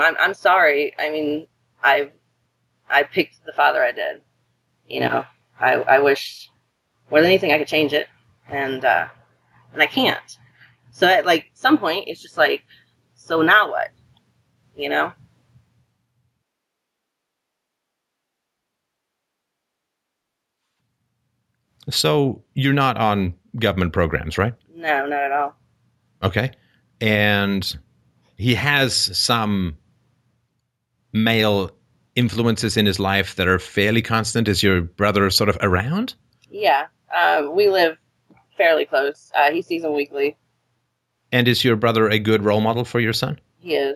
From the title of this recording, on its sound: Call In Show